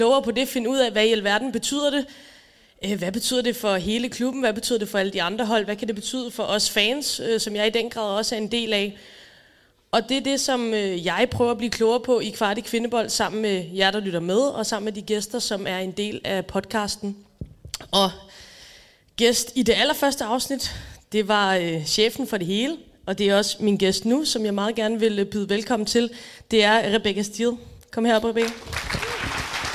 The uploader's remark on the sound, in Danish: Live fra Deadline Day. Der er optaget live foran et veloplagt publikum til Kvart i bolds Deadline Day-arrangement.